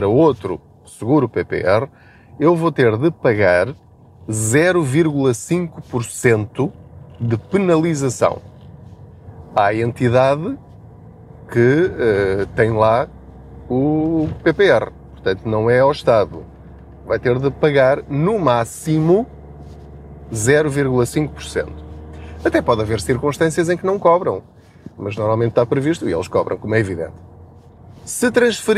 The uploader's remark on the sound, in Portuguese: Não ligue aos barulhos da viagem.